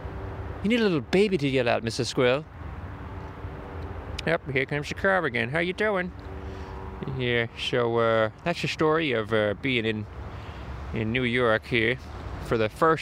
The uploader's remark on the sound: A podcast but outside (Near the Manhattan Bridge)